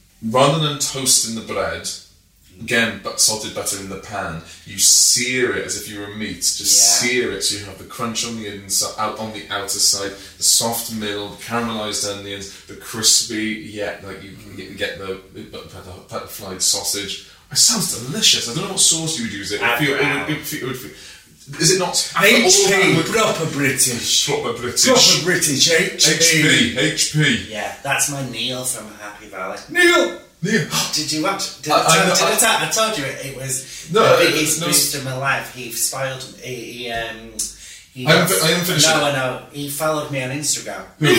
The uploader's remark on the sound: Apologies for the bad audio quality!!!